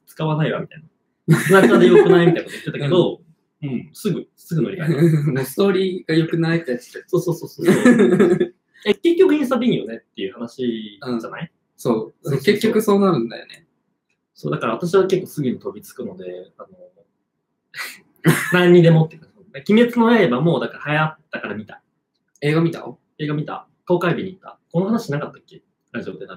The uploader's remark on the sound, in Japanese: 生配信にて公開収録したものです。配信環境の影響で音飛びがあります。初公開収録です。